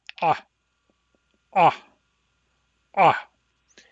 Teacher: The pharyngeal stop involves tightening the pharynx while making a glottal stop.